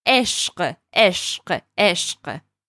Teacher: it has the q sound that isn't in English, q, and it combines it with another consonant, sh, which is also hard.